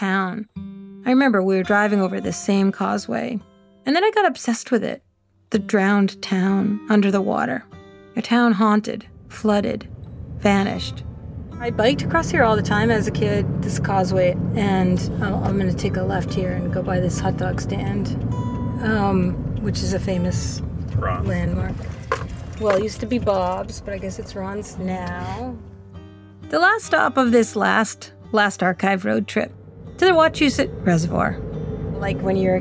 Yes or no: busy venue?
no